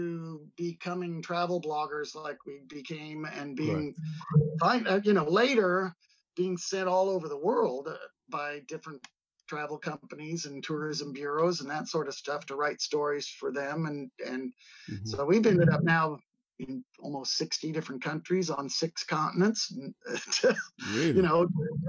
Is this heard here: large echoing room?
no